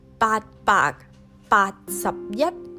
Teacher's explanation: you can hardly hear me say any of the ending consonants instead of pronouncing every individual consonant.